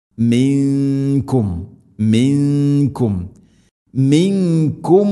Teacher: സുക്കൂനുള്ള നൂനിന് ശേഷം കാഫ് ഇഖ്ഫാം ബിഗുന്ന, അവ്യക്തമാക്കി മണിക്കണം.